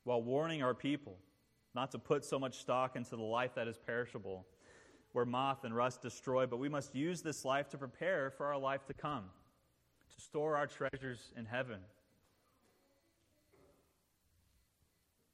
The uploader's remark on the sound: This sermon was preached at the installation service. As a Ruling Elder of Christ the King.